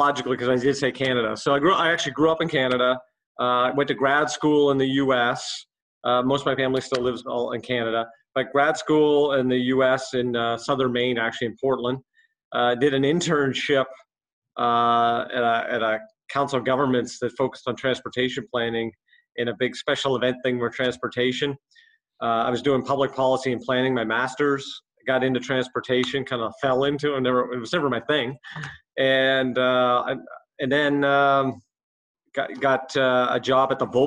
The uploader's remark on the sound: This episode was recorded remotely